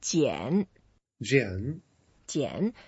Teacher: 减 is a third tone, so we go down and then up.